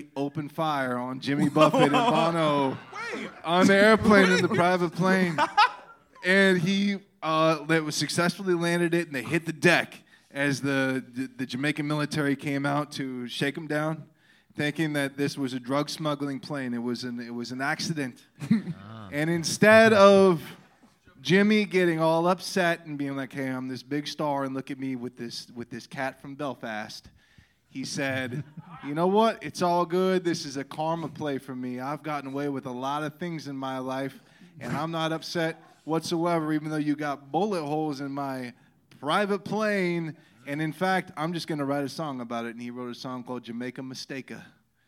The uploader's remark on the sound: Live Pod that took place at Brain Dead Studios LA on September 5th, 2023